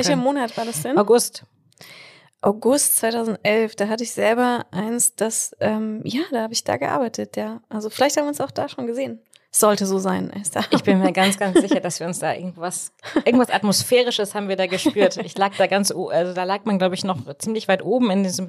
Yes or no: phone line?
no